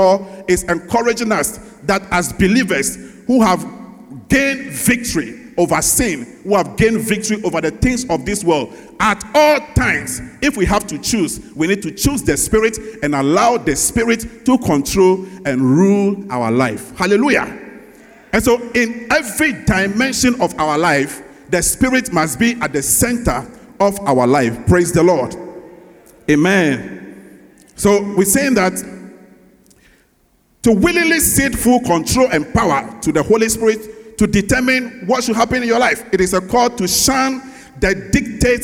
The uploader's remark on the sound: Sermon preached at CBC Shiashie Campus